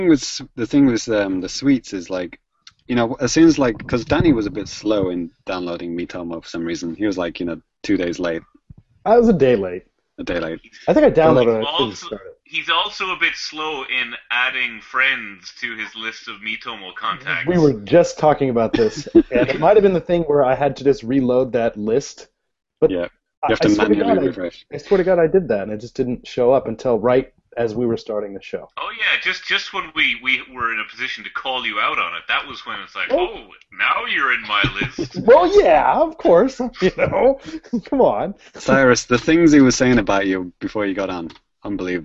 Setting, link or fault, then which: link, video call